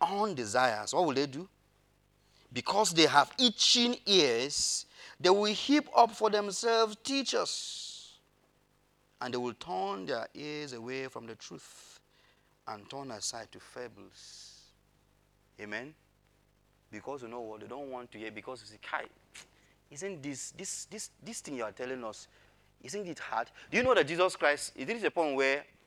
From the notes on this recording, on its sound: Audio recording of the sermon on the 2nd of January, 2022.